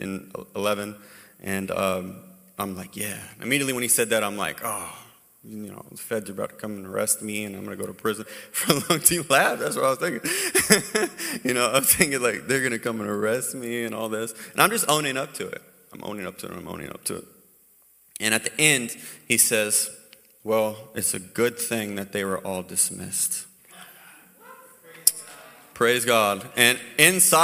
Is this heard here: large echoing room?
yes